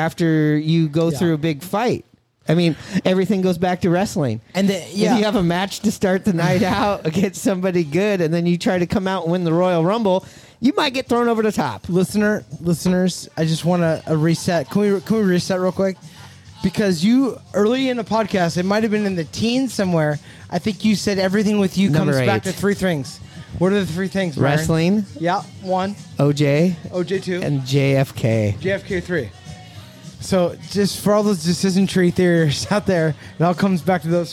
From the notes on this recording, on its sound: Live from The Cabin in Richmond Beach. Recorded at 'The Cabin' in Richmond Beach in Shoreline, WA.